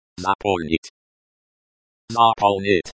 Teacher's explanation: It is a perfective verb, meaning it describes a completed action. The stress is on the second syllable.